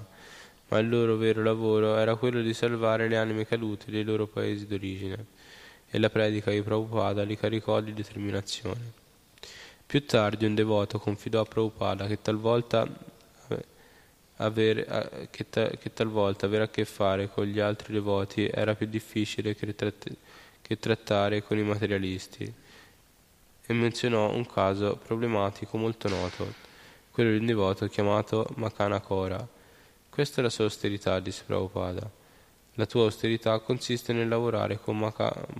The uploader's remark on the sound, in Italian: in diretta dal Tempio di Villa Vrindavana